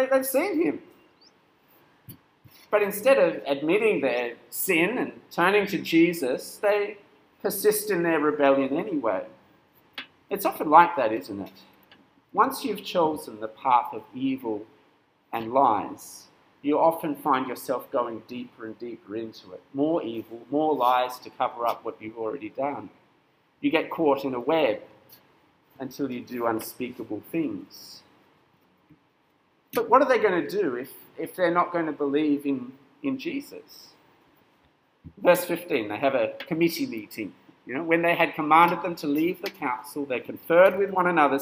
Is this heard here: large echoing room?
yes